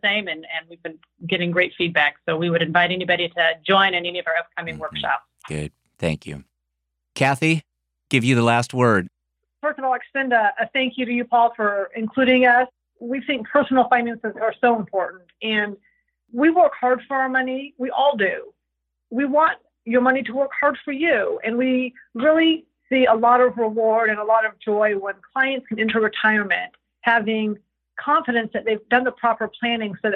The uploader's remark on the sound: via internet phone